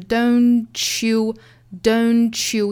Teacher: 在语速比较快的情况下，每一个词并不是发得特别清楚的情况之下会出现连读同话。那相互同话呢相当于是生出来了一个全新的发音，比如说这两个词就是 don't you don'tyou，相当于 ch 的后面再去接后面的 you 的音 chewDon'tyou，那 don't 尾部的 t 的发音也没有了，变成了一个全新的 ch 的发音来代替